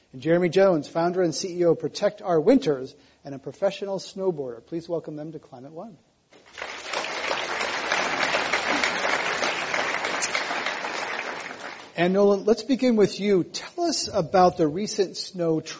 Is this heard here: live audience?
yes